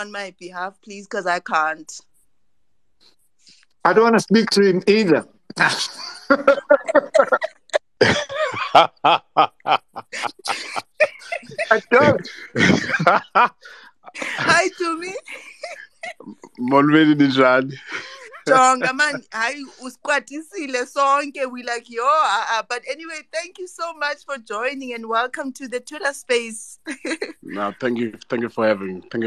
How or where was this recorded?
video call